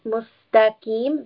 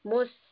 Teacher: …, that is incorrect. This is a heavy qaf. From the throat. · Shown in: second take